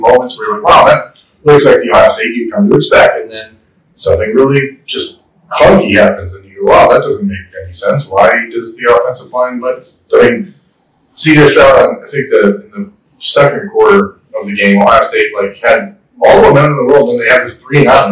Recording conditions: poor sound quality